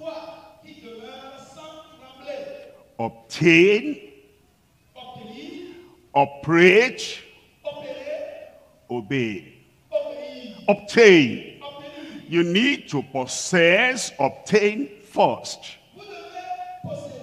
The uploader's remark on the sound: live from Lomé, Togo